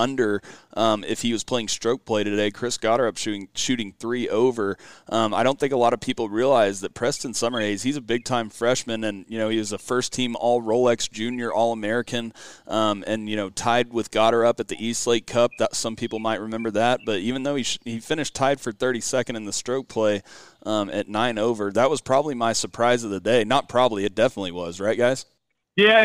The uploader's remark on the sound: Live From Grayhawk! Live reaction following the match play!